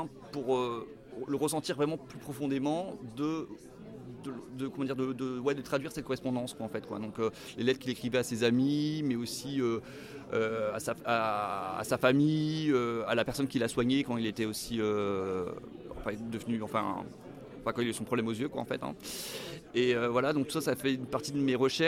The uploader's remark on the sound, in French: à l’occasion du festival Quai des Bulles